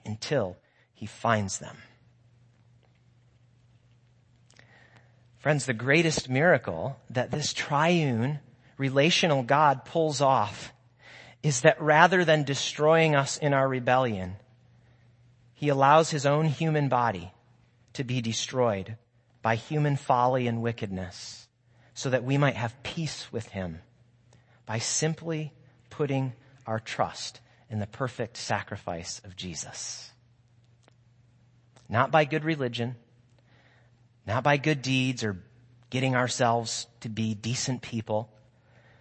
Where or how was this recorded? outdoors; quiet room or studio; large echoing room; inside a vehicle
large echoing room